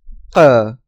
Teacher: the consonants made by the back of the tongue against the fleshy protrusion in the mouth · Term: uvular